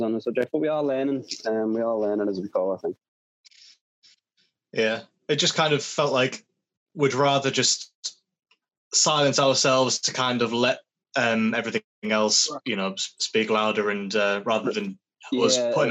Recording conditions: poor sound quality